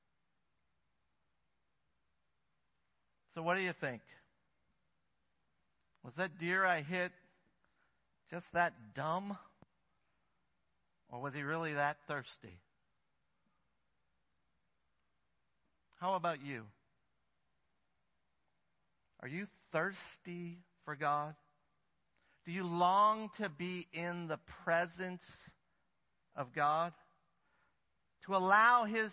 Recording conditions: large echoing room